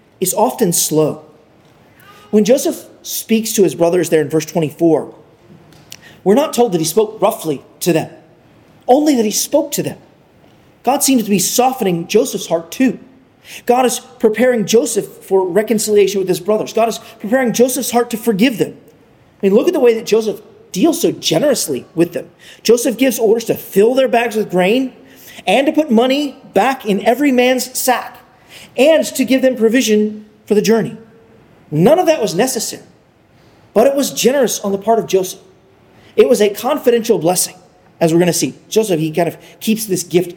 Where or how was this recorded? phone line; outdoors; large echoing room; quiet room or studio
large echoing room